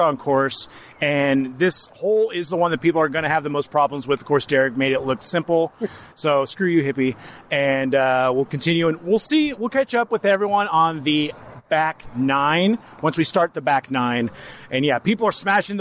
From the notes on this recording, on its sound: They recorded this episode during the first annual GCP Putt Stuff at Parkland Putters.